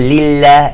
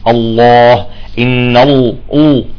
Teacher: مثلا لله مرققة، بينما في لفظ الجلال المفخم